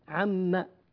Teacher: ثم لما اقتربت الثنتين من بعضهما البعض، عن وما، النون مع الماء، النون مع الميم عفوا، النون مع الميم حقهما الإدغام، فحذفت، لاحظ، حذفت النون مباشرة، واتصلت العين مع الميم